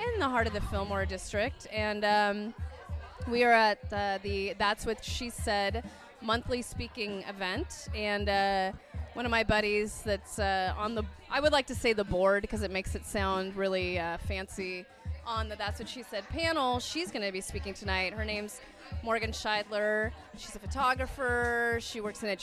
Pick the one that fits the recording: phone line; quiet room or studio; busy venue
busy venue